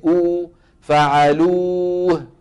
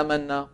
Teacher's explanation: الواو غير المادية، طبعا هذا الواو غير المادية هذا على قلنا على مذهب الخليل رحمه الله الذي فرق بين المادية وغير المادية. تخرج الواو غير المادية بإيه؟ بانضمام الشفتين إلى الأمام